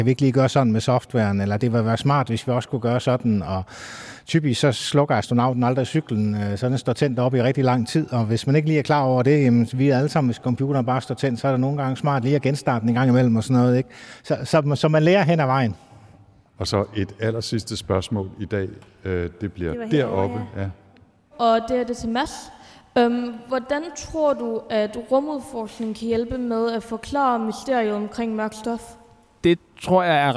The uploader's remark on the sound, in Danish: RumSnak LIVE, optaget på SDU